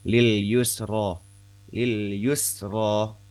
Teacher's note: Ketika huruf sin sukun masih tipis, huruf ro fathah yang panjang itu tebal, kan ya, dari tipis ke tebal.